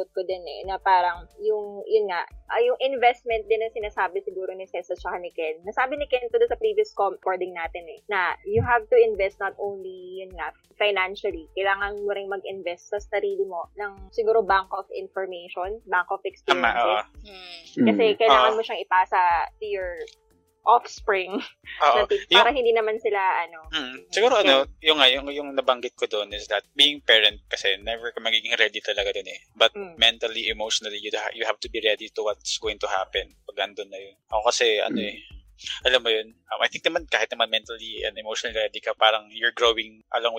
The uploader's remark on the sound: This episode was recorded a few months ago, our third recording since we started this podcast. Obviously, we do not have the proper equipment yet at that time LOL so the quality of the sounds is...so so LOL.